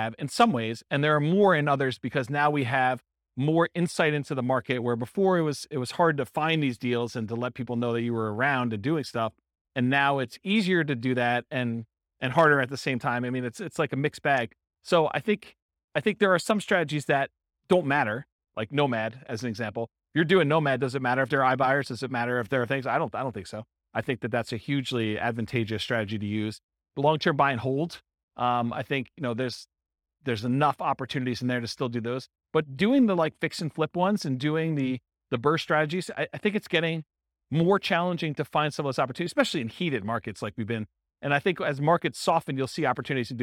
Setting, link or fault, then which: setting, live audience